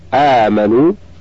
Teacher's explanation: حكمه جواز مده وقصره، إلا أن حفصا ليس له فيه إلا القصر. مقدار مده يمد حركتين فقط كالمد الطبيعي · Term: المد البدل